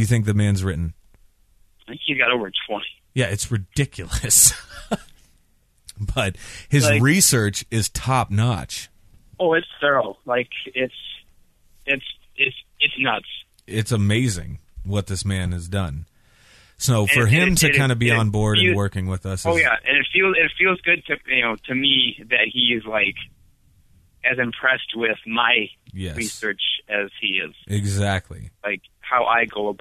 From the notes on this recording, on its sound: A phone call that he wasn't expecting. In studio again.